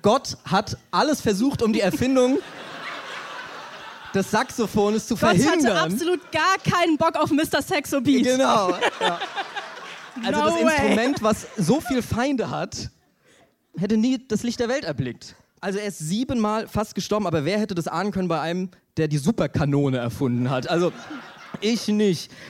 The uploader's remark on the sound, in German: live auf der kuschlig-plüschigen Bühne beim Reeperbahn-Festival in Hamburg